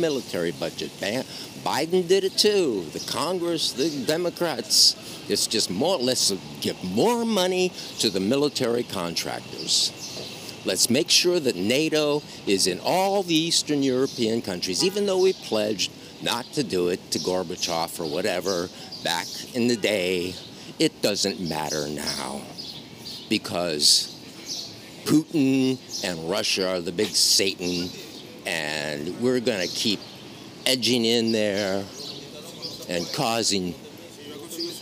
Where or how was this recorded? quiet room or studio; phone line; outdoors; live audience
outdoors